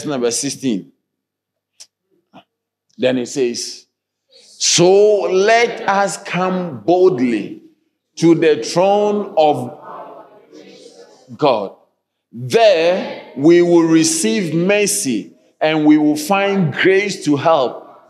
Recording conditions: large echoing room